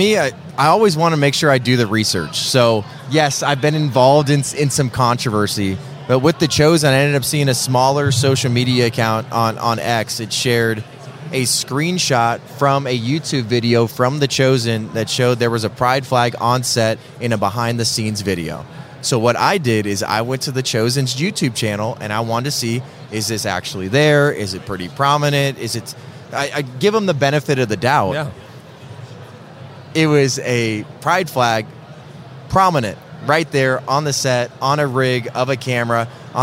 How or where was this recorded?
busy venue